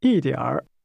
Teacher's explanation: Your tone should fall from the high level to the low level, then begin to rise again.